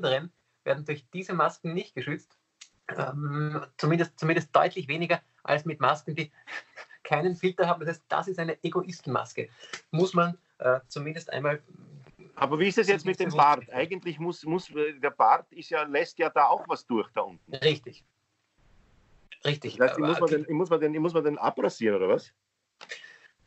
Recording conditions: video call